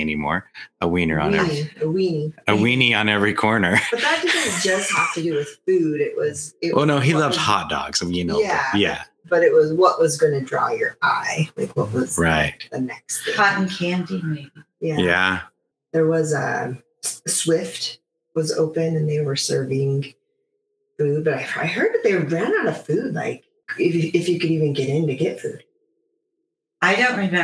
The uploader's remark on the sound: This episode was recorded in the infancy of Magic and Mayhem Podcast, and the audio quality is terrible.